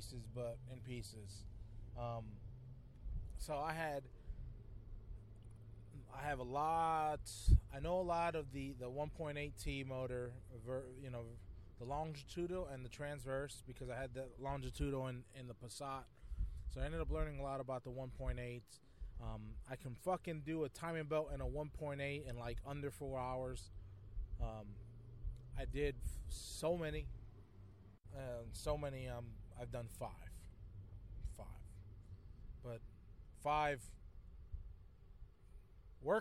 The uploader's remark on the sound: A Quick CARCAST!